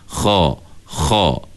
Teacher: Jadi cara dia, kita latih sebut kha dulu. Sebut kha dengan angkat pangkal lidah.